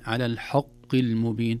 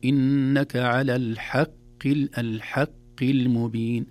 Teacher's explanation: الحاء حرف مرقق دائما، قد يتأثر بالحرف الذي بعده مثل القاف، وإن كانت القاف مكسورة أيضا ضعيفة مثل الخاء اللي ذكرناها، لكن لا نقول على الحق المبين، إنك على الحق المبين. الحاء مرققة والقاف في أدنى درجات التفخيم · Shown in: second take